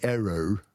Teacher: the Americans for E-R-R-O-R would say error with a R on the end